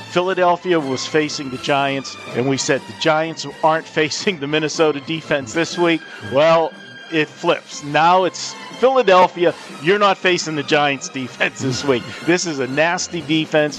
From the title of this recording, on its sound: Live from the Superbook at the Westgate Las Vegas